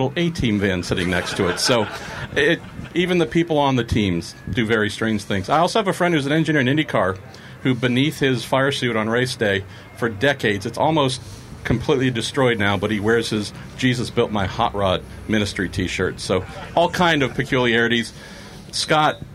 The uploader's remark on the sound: Live with Mazda From Daytona. Join in the fun from the Rolex 24 At Daytona edition of The Week In Sports Cars Live featuring Mazda Team Joest. To entertain more than 100 fans with stories and Q&A.